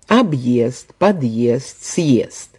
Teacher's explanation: на стыке приставки и корня и переднеязычные произносятся твердо.